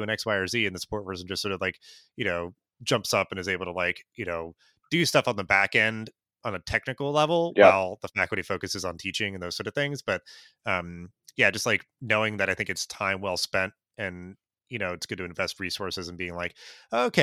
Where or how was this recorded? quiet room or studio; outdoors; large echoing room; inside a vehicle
quiet room or studio